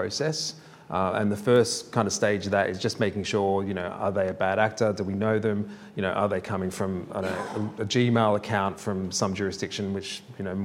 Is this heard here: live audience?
yes